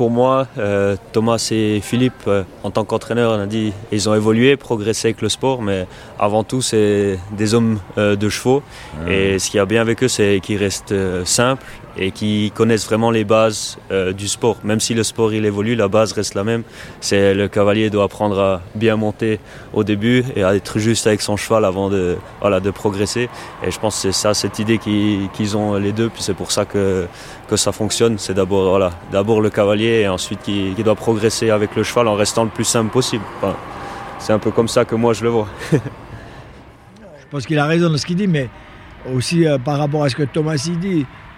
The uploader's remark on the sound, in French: En immersion au Concours Hippique International de Genève. Table ronde sur l'évolution du sport.